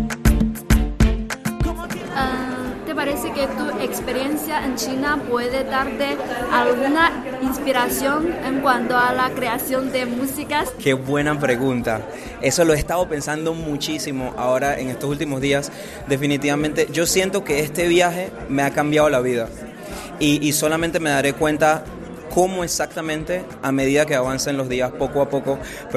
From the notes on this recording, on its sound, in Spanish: En una exposición de pinturas en Beijing. Radio Internacional de China en español hizo una entrevista exclusiva con él.